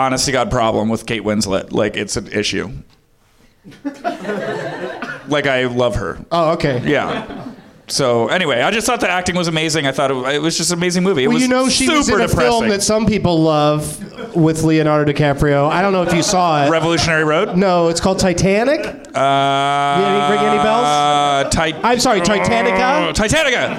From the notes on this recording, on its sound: Live from the NerdMelt Showroom in LA